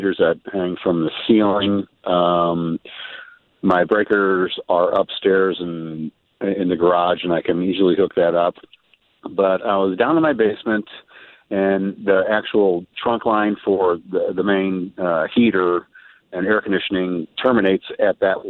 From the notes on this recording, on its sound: takes phone calls from listeners